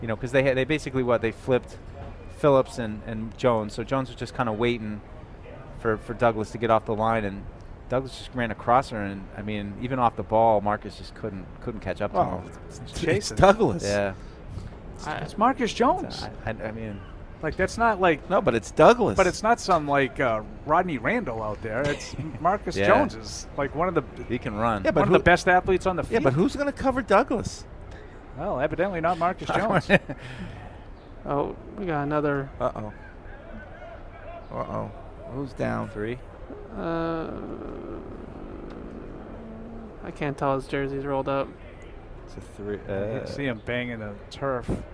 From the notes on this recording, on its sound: Day 5 Live Show, First Practice in Pads. We broadcasted live from Day 5 of Training Camp.